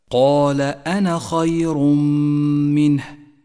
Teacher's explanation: لاحظ كلمة أنا، ولاحظ هذه الدائرة المستطيلة التي وضعت فوقها، واعلم أن هذه الألف أعني ألف كلمة أنا، واحدة من سبع ألفات في القرآن الكريم، تثبت في حالة الوقف وتسقط من اللفظ في حالة الوصل، أي هكذا: قال أنا خير منه، ولا تقرأ قال أنا خير منه، والمعول في ذلك على السماع من العلماء.